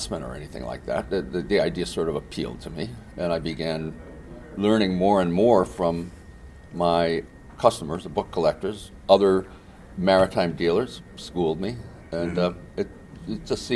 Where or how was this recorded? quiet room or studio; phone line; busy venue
busy venue